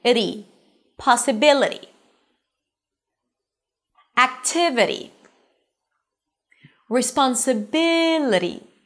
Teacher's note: The i turns into an uh, the t is a flap t, so it's a d sound and then a high e at the end · IPA: pɑːsəˈbɪləti